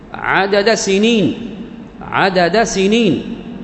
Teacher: وهكذا قل في باب المتقاربين، في باب المتقاربين، مثل الدال والسين، عدد سنين، عدد سنين، كذلك يضغم، يسكن الأول ويضغم، عدد سنين، عدد سنين، عدد سنين، إدغام. متقاربين الدال والسين تقارب، إلا أن الأول متحرك والثاني متحرك، سمي بإدغام المتقاربين الكبير، سكن الأول ثم أدغم